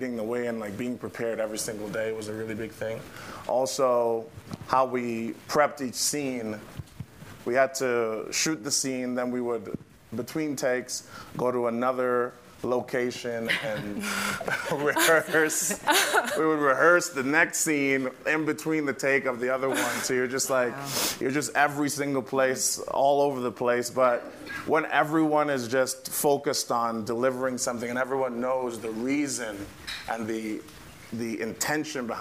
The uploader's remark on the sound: Close Up with the Hollywood Reporter Live: Indie Actors. In front of a live audience at the SundanceTV HQ on Main Street in Park City, UT during the 2020 Sundance Film Festival.